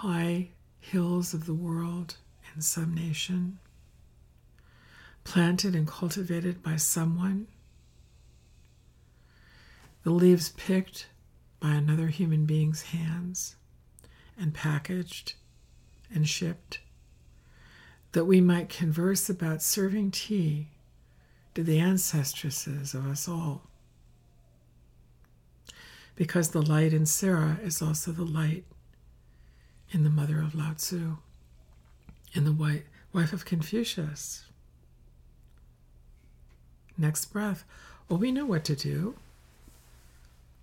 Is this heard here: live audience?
no